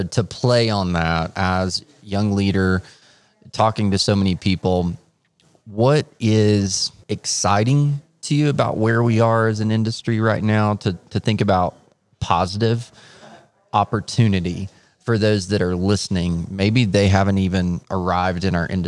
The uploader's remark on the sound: This episode was recorded at ASHA Mid-Year Meeting.